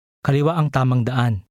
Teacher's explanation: Note that the glottal stop disappears in the middle of the sentence.